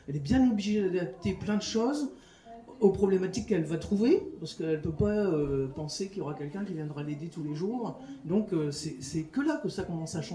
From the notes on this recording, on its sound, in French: Cet épisode a été enregistré lors de la Fête du Champ à l’Assiette, organisée par la Basse Cour le 9 septembre 2023 à Rennes.